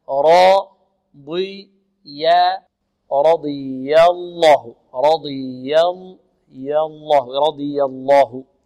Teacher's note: رضي الله عنهم ورضوا عنه، رضي الراء مفخمة والضاد مفخمة، رضي ضي ضي لأن حرف إطباق الضاد، رضي الله رضي الله، نفخم الراء لأنها مفتوحة، ونفخم الضاد لأنها من حروف الاستعلاء، ونرقق الياء لأنها من حروف الاستفال